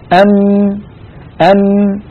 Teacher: وما قيل عن النون يقال عن الميم، فالميم جزءان أو نصفان، نصف شفوي شديد، أم لما تنطبق الشفة العليا على السفلى ينقطع الصوت من هذا المكان تماما ويتحول إلى الخيشوم. مجموع هذين الجزئين يشكل حرف الميم، فنصف الميم الخيشومي رخو ونصفها الشفوي شديد، فهي بمجموعها حرف بين الرخو والشديد.